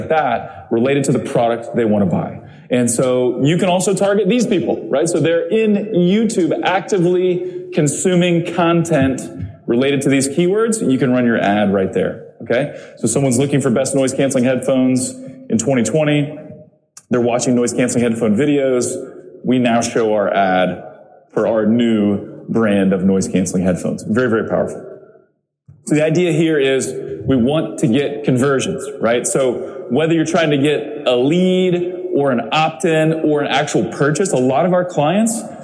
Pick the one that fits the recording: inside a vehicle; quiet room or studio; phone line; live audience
live audience